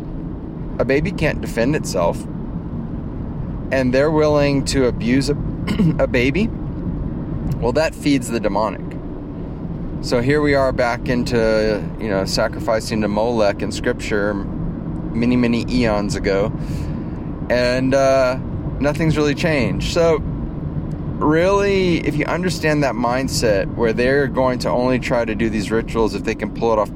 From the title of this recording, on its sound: In the Car, from the Field...